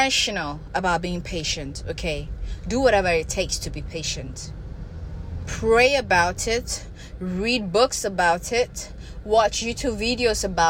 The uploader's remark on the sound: I recorded while driving, sorry for the background noise.